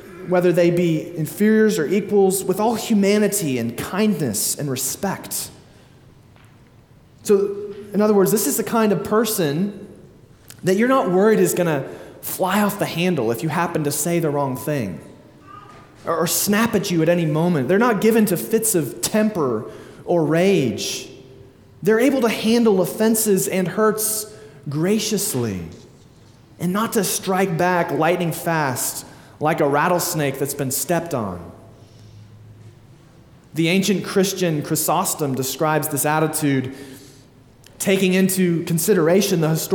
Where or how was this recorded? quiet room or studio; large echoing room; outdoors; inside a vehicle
large echoing room